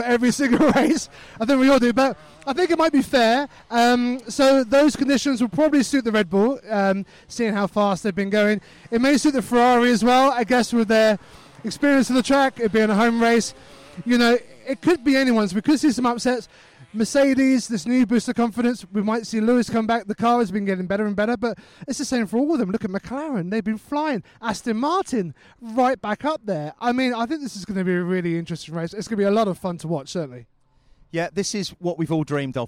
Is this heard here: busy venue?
yes